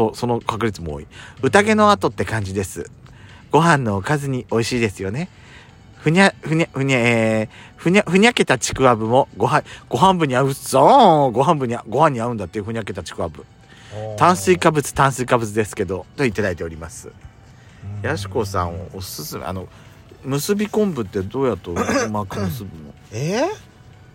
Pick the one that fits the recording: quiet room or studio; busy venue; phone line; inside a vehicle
inside a vehicle